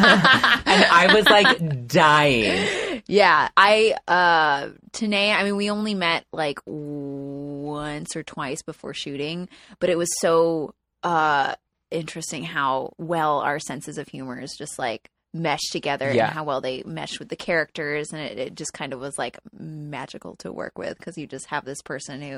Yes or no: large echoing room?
no